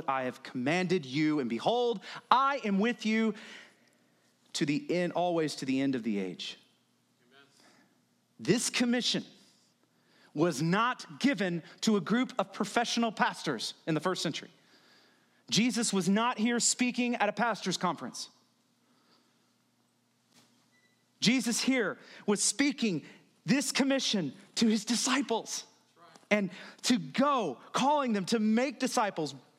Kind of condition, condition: setting, large echoing room